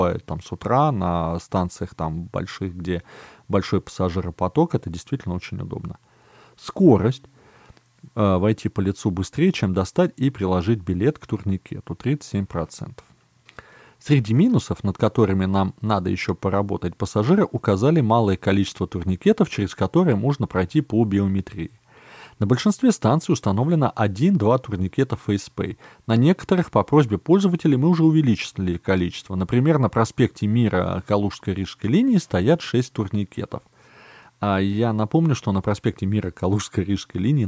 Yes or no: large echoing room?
no